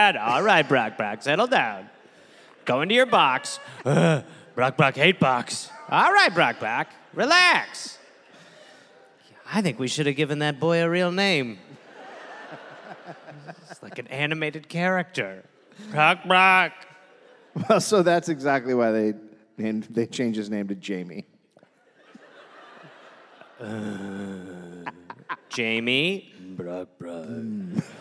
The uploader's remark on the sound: Recorded live in Adelaide, Australia